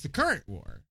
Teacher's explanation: And so, like, the emphasis is on current